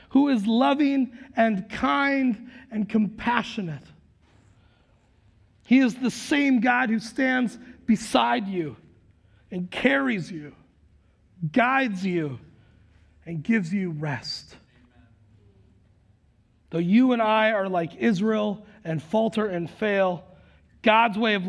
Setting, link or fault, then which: setting, large echoing room